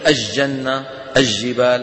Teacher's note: فيجعلون اللام في الجبال أو الجنة يجعلونها شمسية